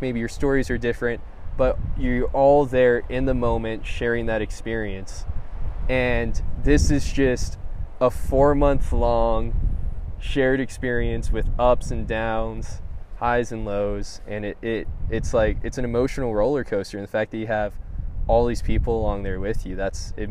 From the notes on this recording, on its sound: Talk at mile 700 of the Pacific Crest Trail.